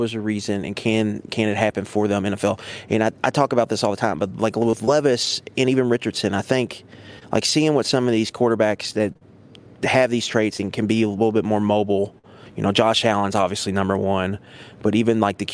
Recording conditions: busy venue